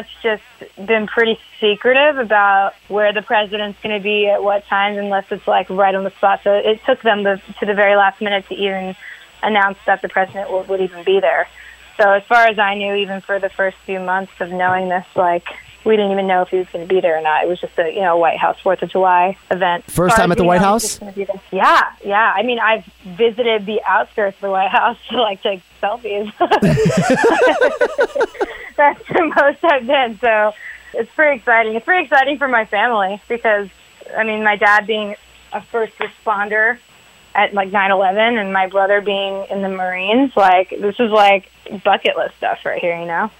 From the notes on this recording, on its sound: called in from our nation's capital